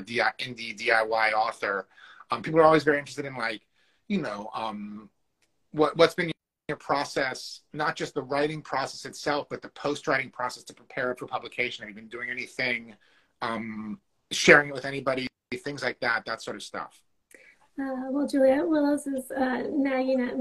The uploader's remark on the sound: Instagram Live Interview